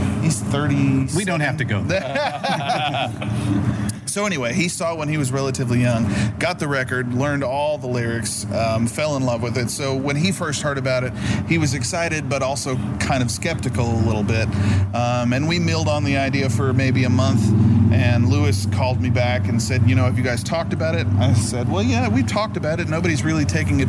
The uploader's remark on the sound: This is a special interview at Slim's San Francisco